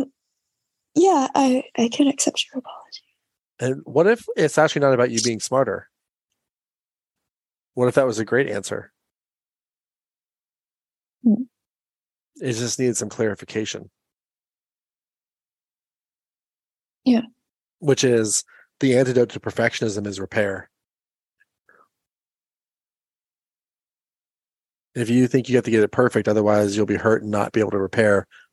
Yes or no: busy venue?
no